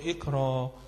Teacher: يبقى أقول اقرأ، يبقى أبدل الهمزة دي تقول إيه اقرأ، يبقى أبدلها حرف إيه مد من جنس حركة ما قبلها، لأن قبلها الراء مالها مفتوحة فأبدلها إيه ألف · Term: الهمز الساكن متطرف